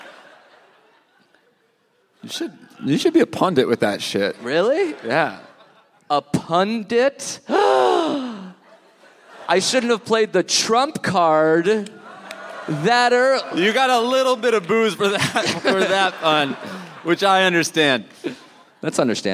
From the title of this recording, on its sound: Live in Chicago!